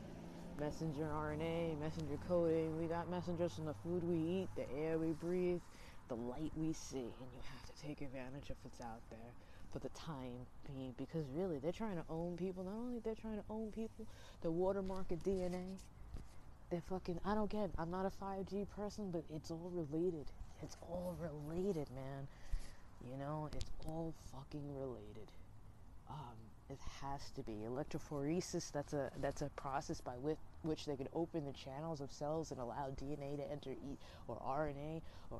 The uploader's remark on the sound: Sorry I was outside so the audio isn’t so great, best to listen with headphones